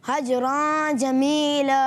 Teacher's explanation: نون چھپ جاتا ہے، نون کلیئر نہیں ہوتا، نون چھپ کے ادا ہوتا ہے · Term: اخفا